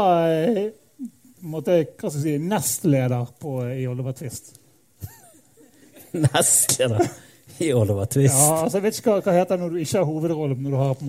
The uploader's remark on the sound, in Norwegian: Pappapanelet var LIVE på Ole Bull Scene i juni. Vi fikk spørsmål fra publikum.